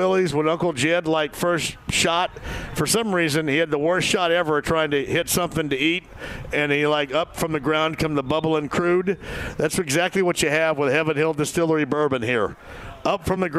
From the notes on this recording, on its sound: Live From Mystic Waters. Mystic Waters Campground, the location of today's remote broadcast!